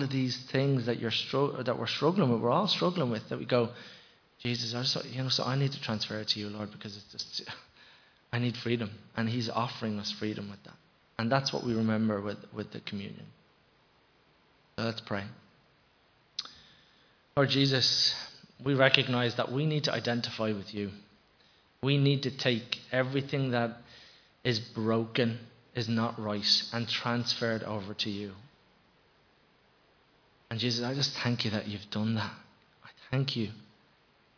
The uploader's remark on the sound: Recorded live in Liberty Church.